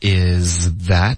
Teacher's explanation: is 的这个 z 是舌尖碰到上颚的一个摩擦音 z 后面呢 that 是舌尖碰到上齿的一个摩擦音所以它们很相似可是是不一样的而且不能省略任何音所以一定要从一个音滑到第二个音 is that 后面呢 something 这个 Monica 的发音呢他用了一个非常弱的一种发音弱化了他说的是 something 哟还能这么说啊对对对有这种说法的很少见可是就特因为他太弱了非常弱可是也不算少见了可是不是天天会见到的一个发音就是把后面 thing 呢就把它变成一个喉音停顿嗯的音 something is that something 就这样